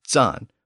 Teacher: And today, the German version of the word is zahn, with a sibilant at the front instead of the original T sound